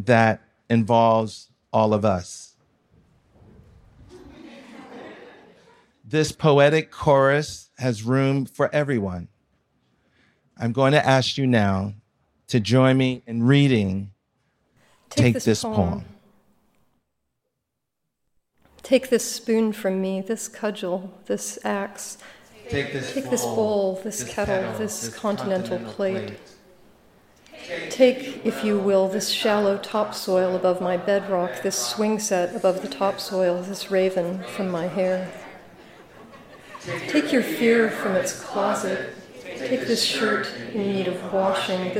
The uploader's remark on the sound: This episode was recorded live, in-person, at On Air Fest 2023.